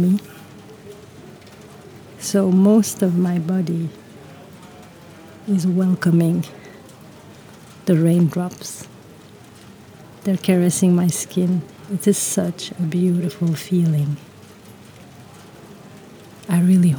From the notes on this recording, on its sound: I got caught in the rain cycling home following a beautiful storytelling event. This time I am accompanied by the sound of rain.